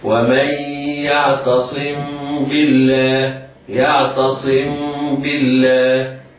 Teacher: الميم إذا لقيت الباء يكون حكمها الإخفاء، ولكن مع إطباق الشفتين ولا يكون هناك إلا شيء قليل جدا لخروج النفس من بين الشفتين، وليس كما يقول بعض الناس في أيامنا هذه انفراجة واسعة حتى يتم الإخفاء لأنه لا يعتمد على المخرج.